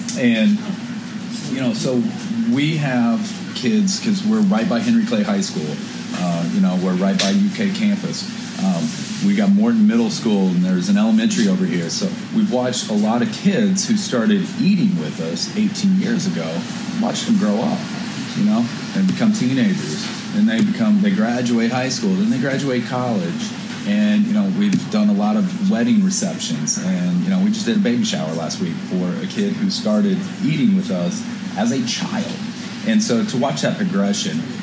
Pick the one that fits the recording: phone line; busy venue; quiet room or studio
busy venue